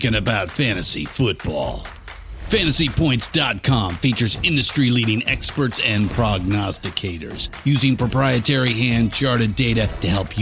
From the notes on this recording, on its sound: Americanafest 2018. Live from the Red Carpet at the 2018 Americana Honors & Awards Show.